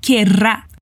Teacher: Mais uma vez o R vibrado. Aqui é bem importante vibrar para a gente saber que estamos falando do futuro.